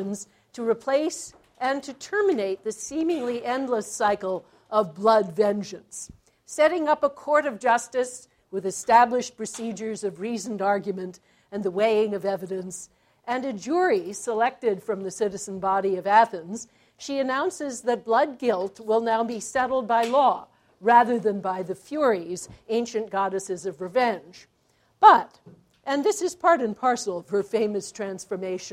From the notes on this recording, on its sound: As part of the Chicago's Best Ideas lecture series.